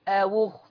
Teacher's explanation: هننقل ضمة الهمزة إلى الواو · Term: النقل